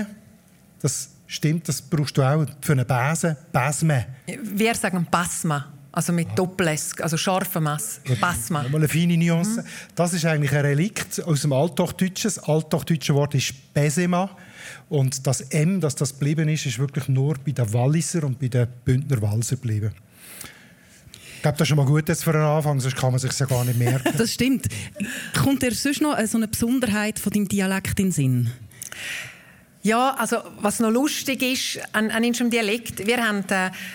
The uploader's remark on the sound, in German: Arosa Mundartfestival vor Publikum aufgenommen wurde.